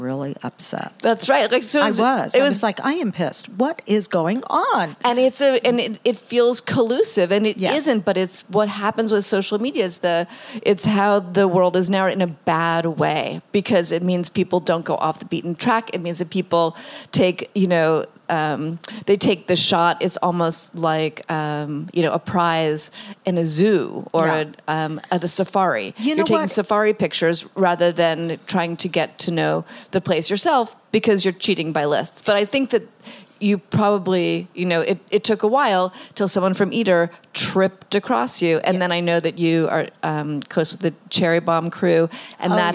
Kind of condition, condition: setting, busy venue